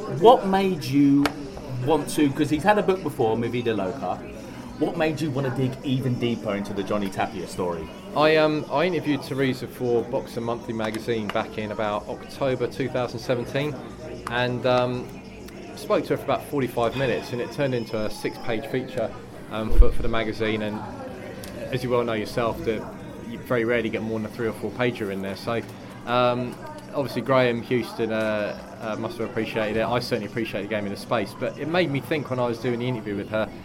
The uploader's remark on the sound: Live from Peacock's Gym. We went down to Peacock's Gym immediately after Inoue v Donaire.